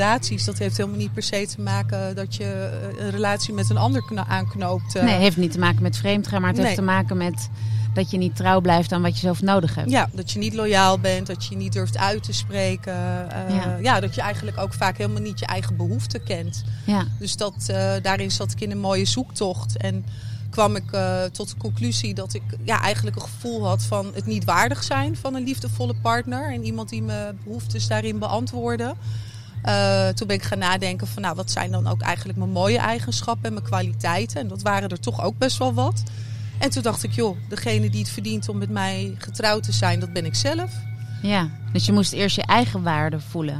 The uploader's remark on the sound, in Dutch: Deze speciale aflevering van #odeaandemagie is live opgenomen op Kampeerterrein de Lievelinge in Vuren tijdens het festival ZIN.